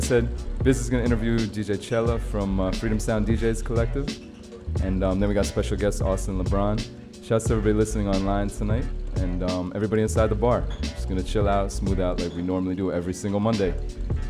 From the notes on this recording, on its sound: Originally broadcast live on April 10, 2017 from the storefront of The Late Late Bar on Houston Street in New York City.